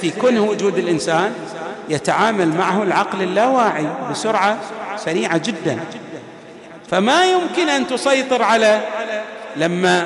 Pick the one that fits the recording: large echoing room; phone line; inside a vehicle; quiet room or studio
large echoing room